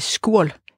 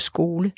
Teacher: Et langt O bliver til ur · Shown in: first take · så det bliver til skurl i stedet for skole.